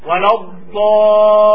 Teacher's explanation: أما الضاد فهي تخرج من حافة اللسان مع الأطراف اليسرى.